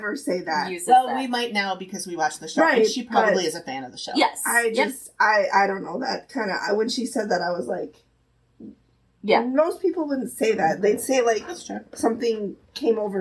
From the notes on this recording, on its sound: The One that Didn’t Record. This week’s episode has terrible sound quality. Hitting the record button on Riverside, she was not.